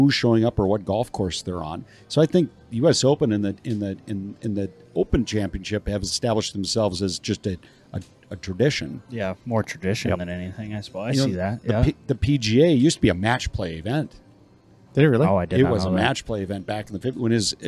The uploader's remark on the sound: we broadcast live from the Dakota Magic Hotel & Casino in the Dakota Nation Sports Book